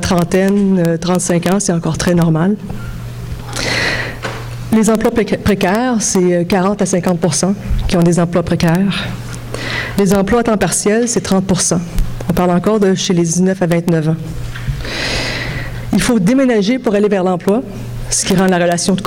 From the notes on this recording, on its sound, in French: Conférence 801 du colloque 2017 de l'AQPC, à Montréal.